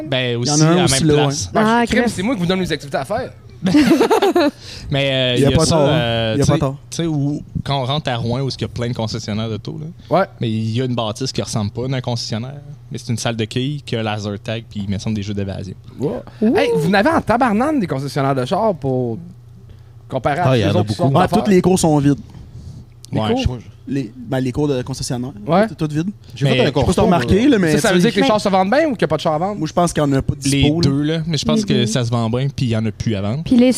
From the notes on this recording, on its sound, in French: Un merci particulier au Le Paramount et Gabitibi pour m'avoir permis une seconde fois d'enregistrer un Podcast dans leur établissement!